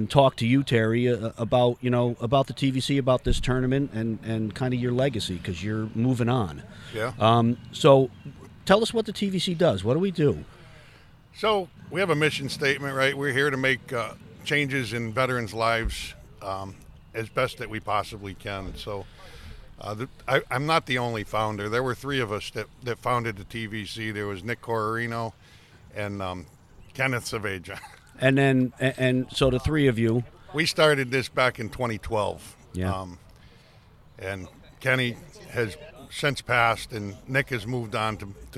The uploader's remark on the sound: On Location from the TVC Scramble